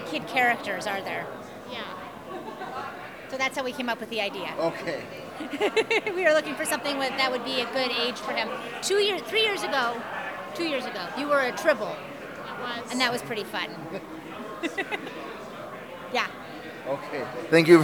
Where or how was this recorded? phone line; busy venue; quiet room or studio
busy venue